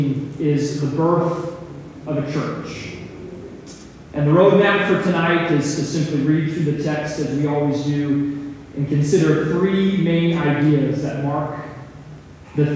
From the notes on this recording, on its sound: Some technical difficulties led to a poor audio recording